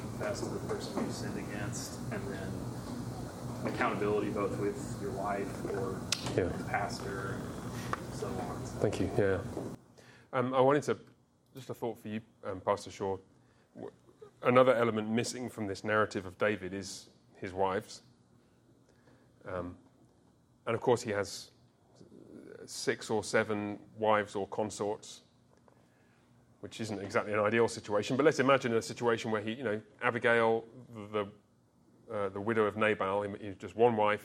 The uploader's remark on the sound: a recording of our recent Men’s Discipleship Breakfast